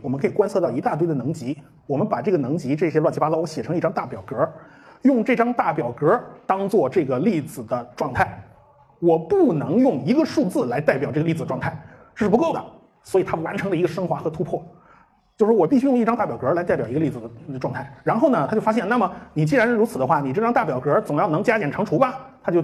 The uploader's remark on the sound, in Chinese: 重庆精典书店讲座实况录音。我把这次讲座是实况的音频先放上来，时间很长。因为是现场即兴发挥，比不得平时的录音节目，我还做不到出口成章没有废话。